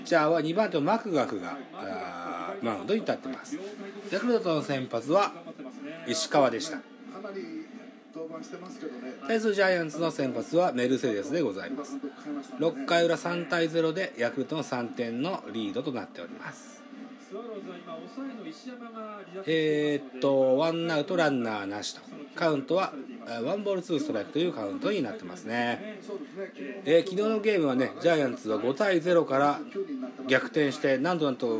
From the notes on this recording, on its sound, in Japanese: iPad収録版